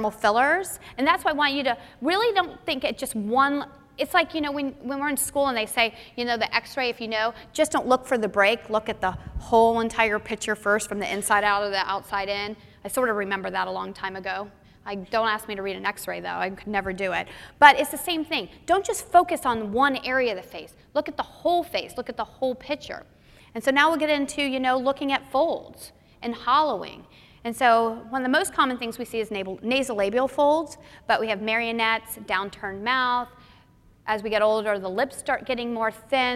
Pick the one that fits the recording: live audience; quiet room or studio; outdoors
live audience